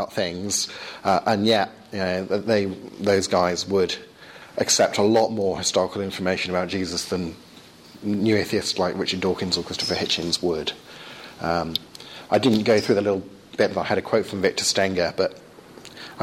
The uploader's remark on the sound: Second part of a lecture delivered at St. Michael's College, Cardiff.